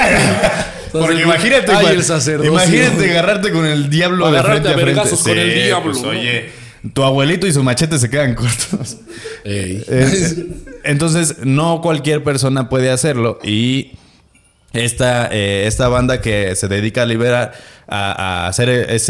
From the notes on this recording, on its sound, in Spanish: Desde Café Cuatro Cuartos en Toluca. Grabado en vivo desde el misterioso Café Cuatro Cuartos en Toluca.